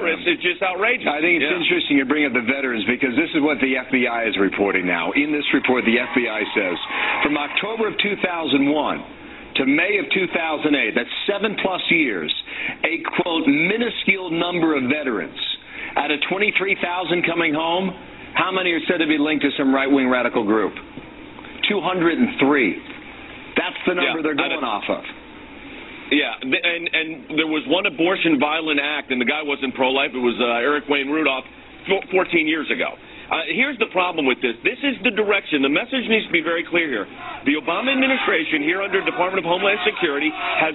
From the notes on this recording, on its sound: LIVE CALL